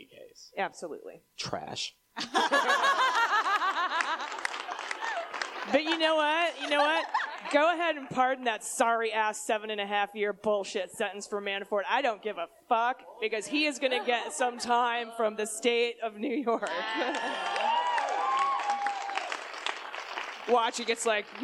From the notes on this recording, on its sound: We're live this week from The Miracle Theatre in DC!